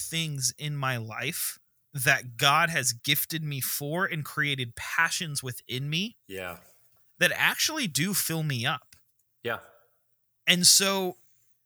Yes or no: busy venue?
no